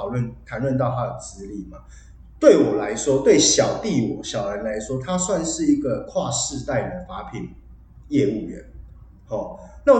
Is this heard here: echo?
yes